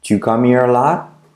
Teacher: Saltamos la H de here si quieres.